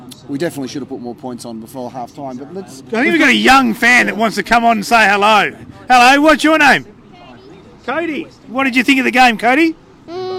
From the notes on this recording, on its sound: The Greenhouse Live was there! On location at Canberra Stadium, right after the game.